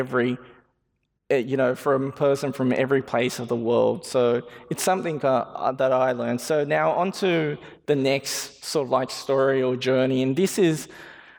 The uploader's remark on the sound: This was recorded at a Sydney Ideas event held on Monday 20 May at the University of Sydney.